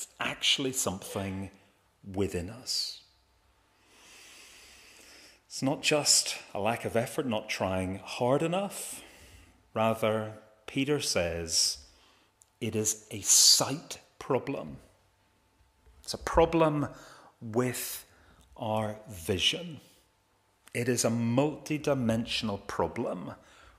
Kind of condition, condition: setting, large echoing room